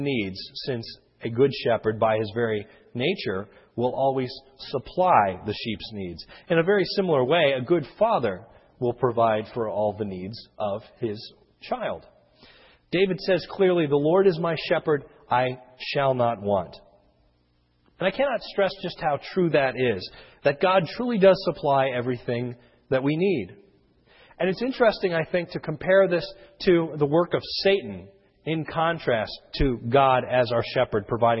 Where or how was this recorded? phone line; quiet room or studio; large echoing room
large echoing room